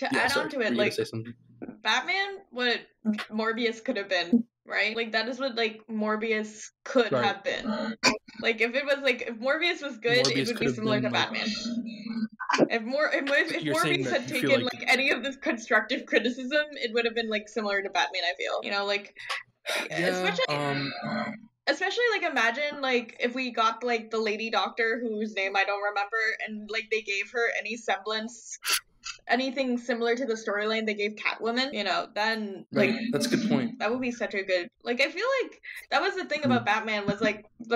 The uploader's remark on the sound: In an effort to salvage the episode as well as throw a kitchen sink of audio restoration effects at the recording, the episode is in fact audio only. In an effort to salvage the episode as well as throw a kitchen sink of audio restoration effects at the recording, the episode is in fact audio only.